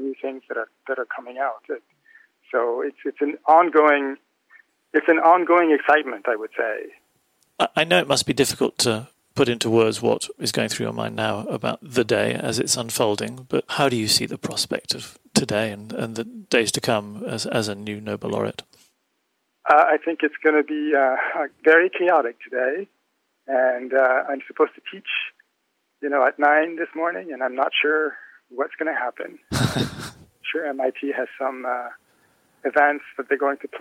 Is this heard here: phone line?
yes